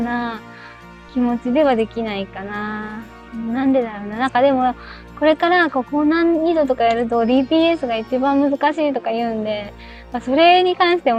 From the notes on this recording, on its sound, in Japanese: 音悪。運転中に録音したので、音声悪いです。実験で一人でしゃべってみました。